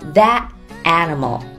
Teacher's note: 把这个字母 T 停一拍不发声